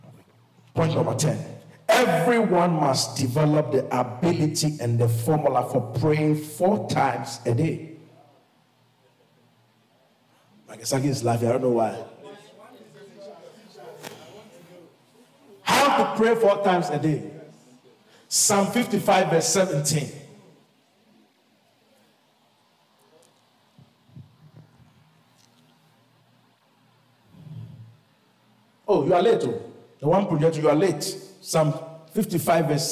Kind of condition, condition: setting, large echoing room